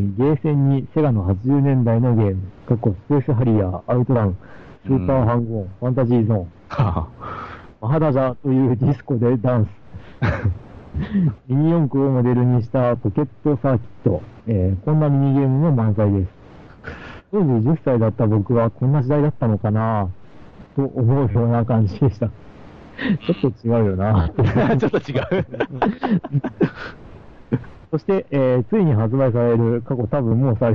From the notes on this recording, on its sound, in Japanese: Skypeの不調や録音機材の不調で今回の音質は良くありません。